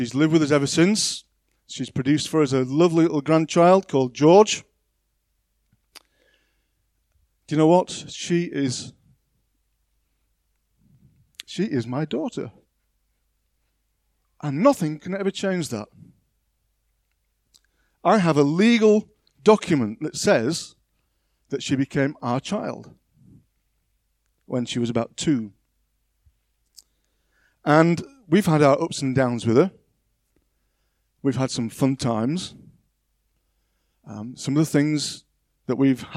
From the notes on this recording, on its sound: On 10th October 2021 at King's Church, Cockermouth. At King's Church, Cockermouth, as an audio file.